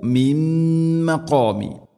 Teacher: നൂന് സാക്കിനയ്ക്ക് ശേഷം മീം ഇത് ഖംബിഗുന്ന നൂനിനെ മീമിലേക്ക് കൂട്ടിലയിപ്പിച്ച് മണിച്ചുകൊണ്ട് ഉച്ചരിക്കണം